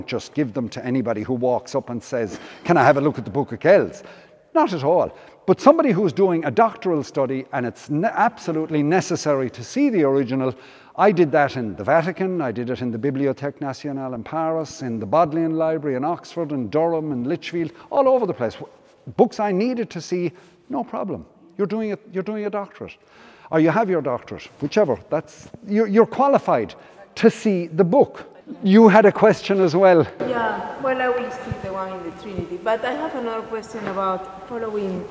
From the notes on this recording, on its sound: Came back to Killaloe in July to give a talk. Presentation took place as part of Feile Brian Boru Festival at St Flannan’s Cathedral.